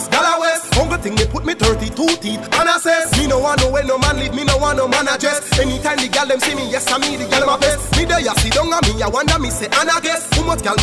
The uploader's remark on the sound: Was performing at a launch in New Kingston so I had to have a chat with him backstage.